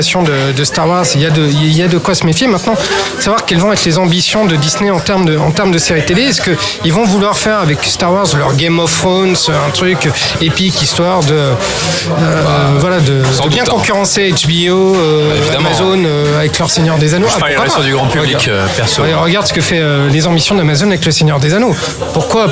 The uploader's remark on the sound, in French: Enregistré au Hurling pub (8 Rue Descartes, 75005 Paris), le vendredi 25 mai 2018.